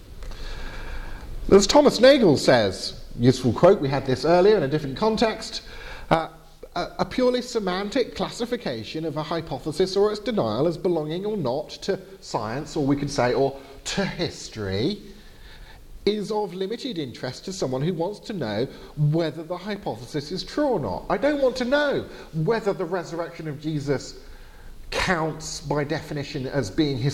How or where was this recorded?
large echoing room